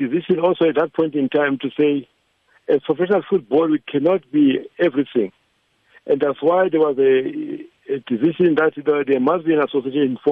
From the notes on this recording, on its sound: Was unable to make it our studios to explain the current ICASA situation but he did join us over the phone.